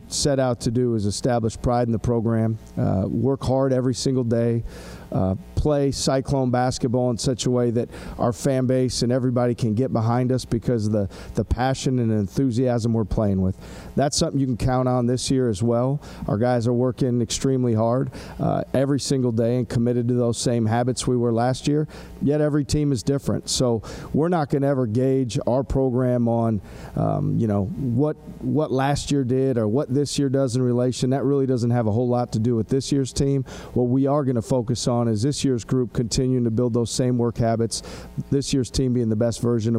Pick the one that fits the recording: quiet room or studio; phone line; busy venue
busy venue